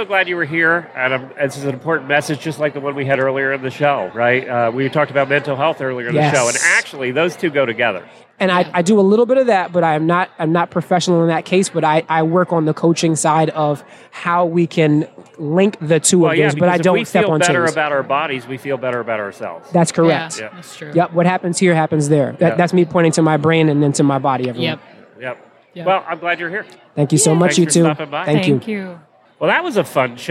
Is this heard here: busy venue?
yes